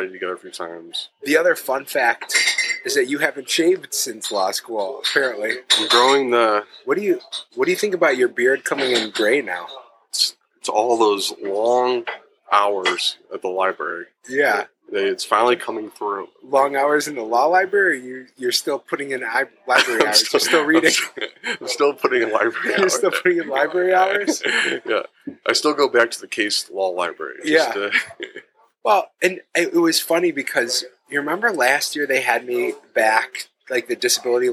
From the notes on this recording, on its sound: This episode was recorded at Stownut Donut & Diner.